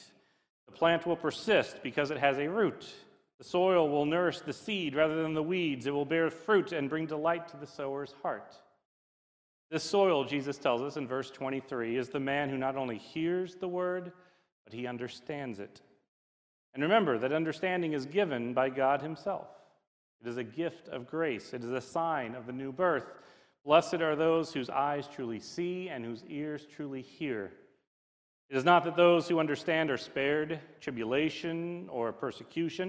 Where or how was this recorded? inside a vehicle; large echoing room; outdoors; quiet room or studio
large echoing room